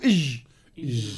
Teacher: الجيم من وسط اللسان